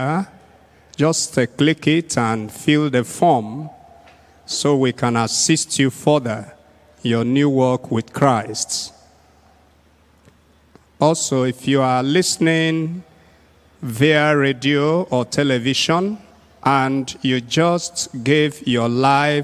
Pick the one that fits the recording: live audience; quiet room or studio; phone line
live audience